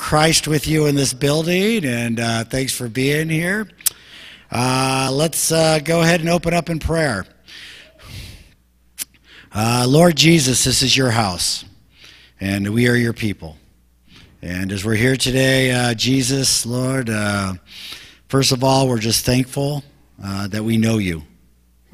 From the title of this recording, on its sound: Mt. Zion Church Live!